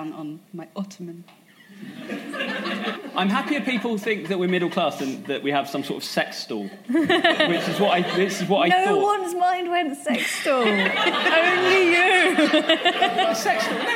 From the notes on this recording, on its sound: LIVE FROM THE LONDON PODCAST FESTIVAL 2016. This special episode comes live to you from the London Podcast Festival.